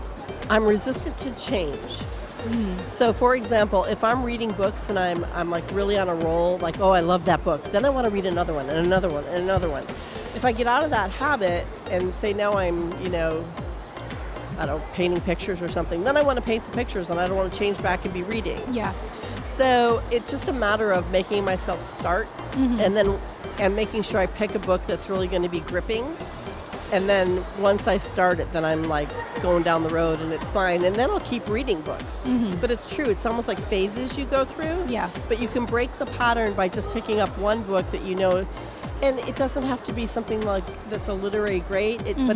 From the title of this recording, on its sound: Live from SIBF 2023